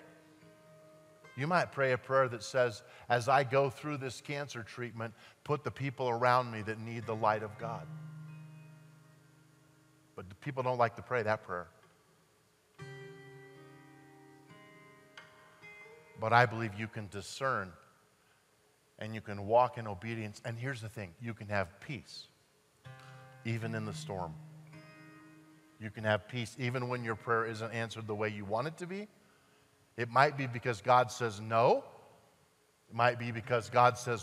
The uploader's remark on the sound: at Timberline Church